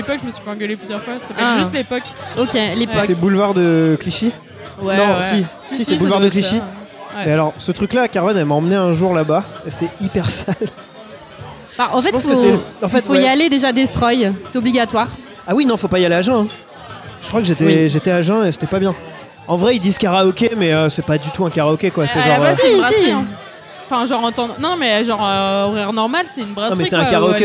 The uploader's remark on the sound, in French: épisode enregistré au Sully (Paris 10e)